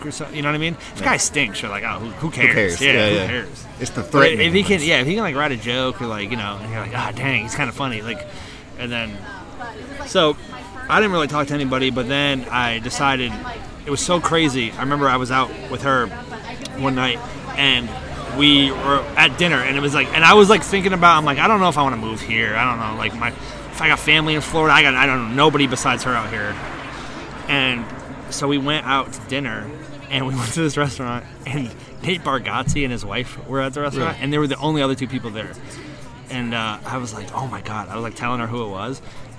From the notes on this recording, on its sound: Its another open air episode recorded in one shot at Village Pub & Beer Garden